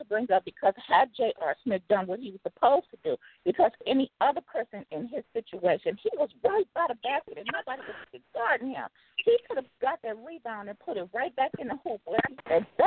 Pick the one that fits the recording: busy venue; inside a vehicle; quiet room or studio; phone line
phone line